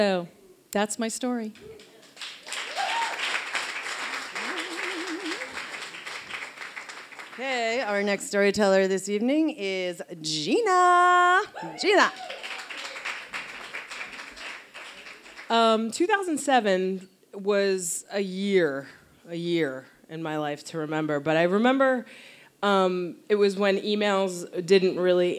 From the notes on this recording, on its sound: Recorded live in Boston, MA at Internal Matter on February 16, 2016.